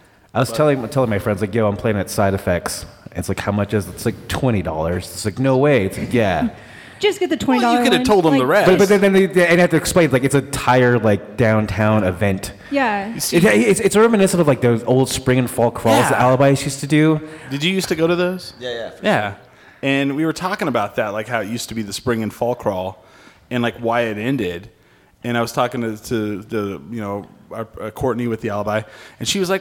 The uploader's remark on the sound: We are live from the Alibi lobby.